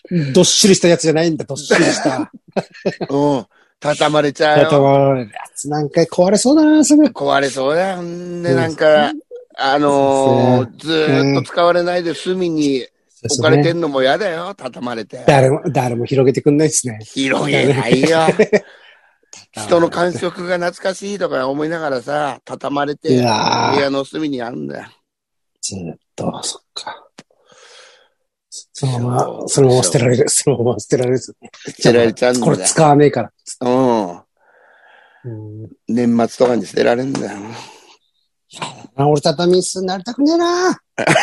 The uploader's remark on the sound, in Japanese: ZOOMで収録